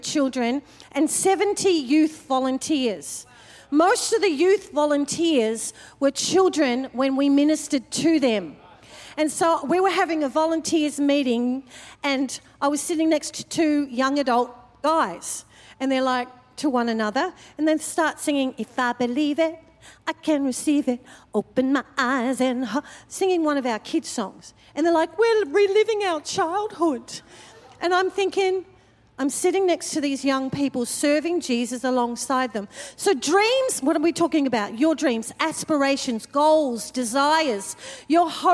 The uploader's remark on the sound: Recorded during our 5pm service on Sunday, the 21st of January 2024